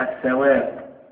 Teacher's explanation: بل ندغم اللام في الثاء، نقول الثواب · Term: لام الشمسية